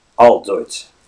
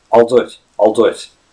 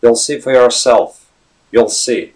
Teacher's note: One way or another, the L sound is the dark L.